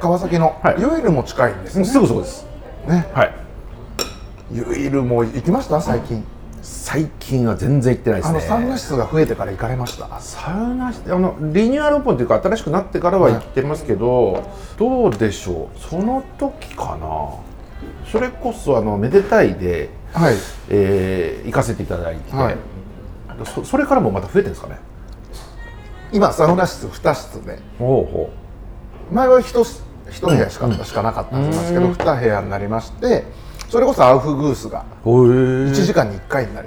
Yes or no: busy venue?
yes